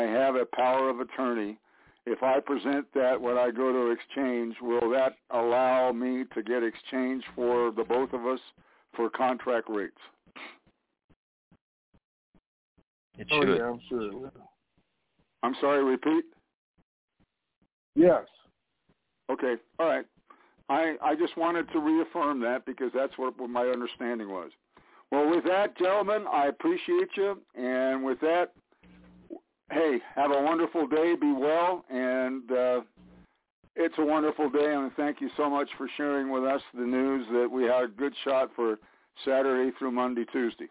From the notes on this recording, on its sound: TNTSuperfantastic Conference Call